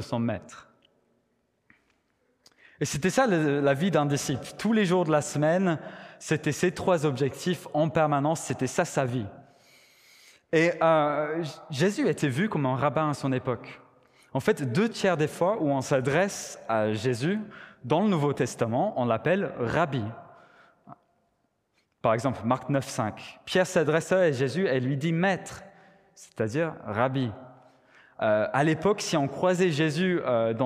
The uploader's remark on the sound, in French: Enregistré à l'église CVV